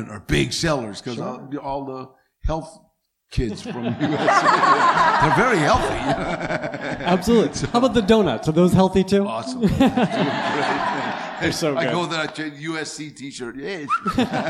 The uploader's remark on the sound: Recorded Live at the Dynasty Typewriter Theater.